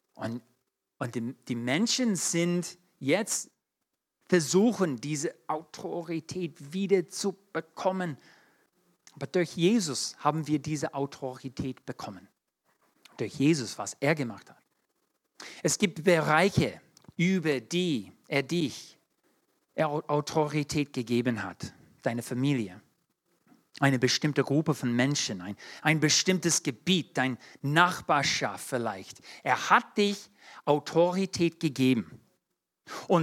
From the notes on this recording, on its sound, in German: 2022 in der Gemeinde Kaleo Schopfheim aufgenommen.